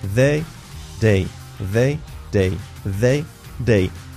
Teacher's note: este sonido, tanto en su versión fuerte como en suave, se hace con la lengua entre los dientes. Es el único sonido en inglés en el que la lengua la tenemos entre los dientes.